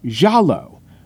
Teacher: Well, a listener named Adam Horowitz wrote to me and said, I wanted to let you know that Amadou Diallo's name should be pronounced Jallo, with an emphasis on the first syllable